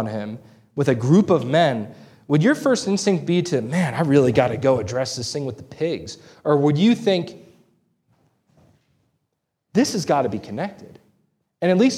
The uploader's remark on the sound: This sermon was preached on May 14, 2023 at Antioch Presbyterian Church. A mission work of Calvary Presbytery of the Presbyterian Church in America located in Woodruff, South Carolina.